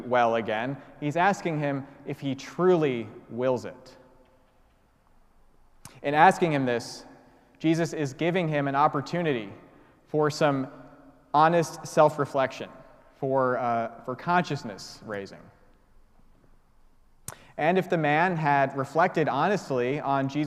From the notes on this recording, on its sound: preached at the celebration of Holy Eucharist on the Sixth Sunday of Easter